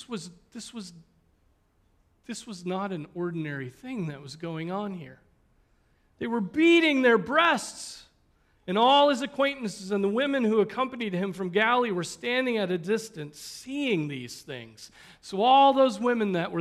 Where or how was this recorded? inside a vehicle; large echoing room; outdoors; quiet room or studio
large echoing room